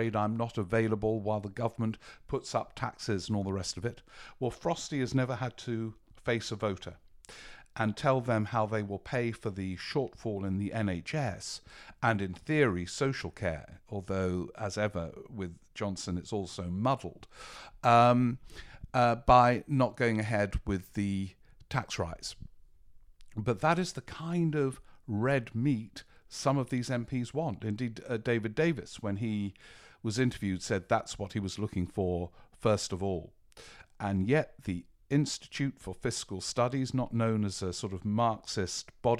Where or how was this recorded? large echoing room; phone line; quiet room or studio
quiet room or studio